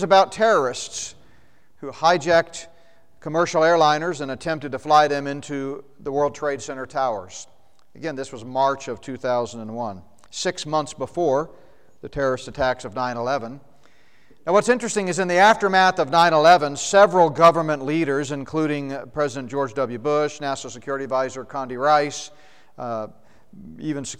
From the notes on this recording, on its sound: second session from the Prophecy Conference at Northstar Family Church in Flowery Branch, GA